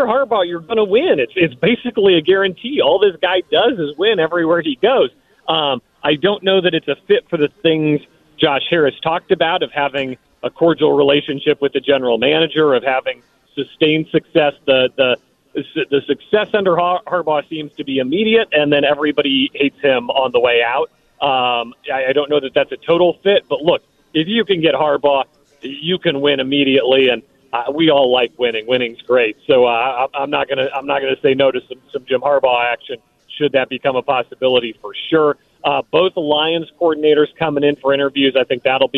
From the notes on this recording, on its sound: We take some calls and get the fans' takeaways from the press conference. Live from Ashburn.